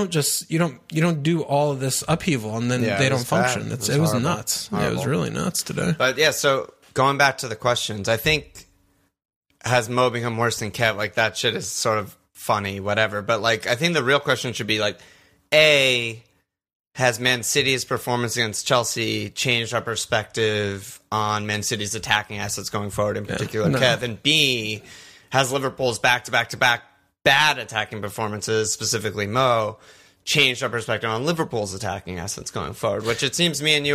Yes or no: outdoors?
no